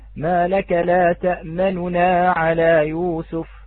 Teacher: أما الروم أخوة الأحبة الذي نأتي به في العرض في حال الوقف الروم، الاختلاف هو الاتيان بثلثي الحركة، أي الباقي المسموع أكثر من الذاهب · Term: حركة الاختلاس